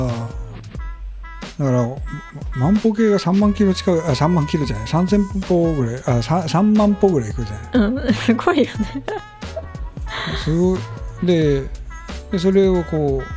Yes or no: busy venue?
no